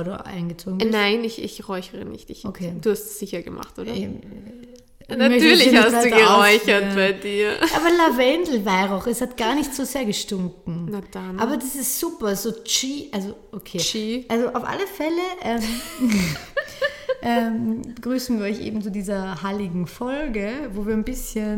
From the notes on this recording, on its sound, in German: Der Sound ist dank Umzug etwas hallig aber daran wird gearbeitet!